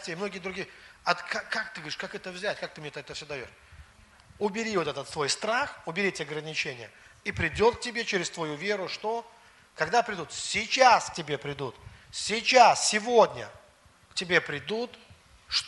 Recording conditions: large echoing room